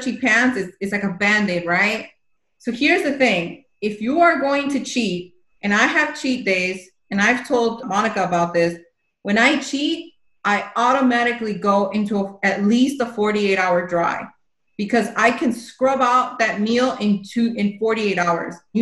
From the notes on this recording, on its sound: This is a replay from a zoom call